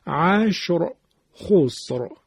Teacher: خب اینم دقت بفرمایید که حتما این حالت هایی که از ضمه وجود داره، یعنی ضمه باعث تفخیم را هست، مبادا تفخیم را رو یادتون بره.